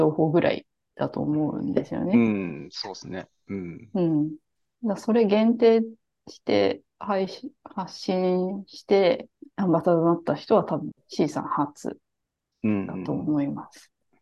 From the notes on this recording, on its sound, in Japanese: zoomを使って録音しています。